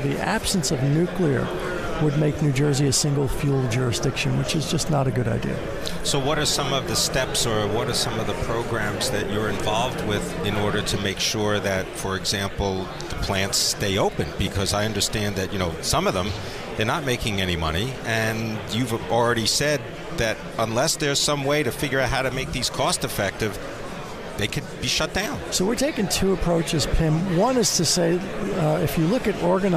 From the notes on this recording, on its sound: Live from the 2017 Future of Energy Summit